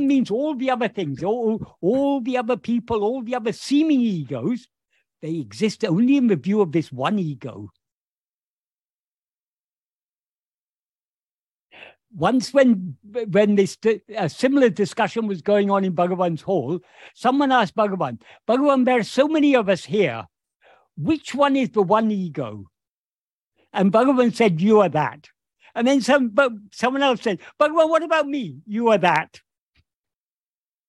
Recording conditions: video call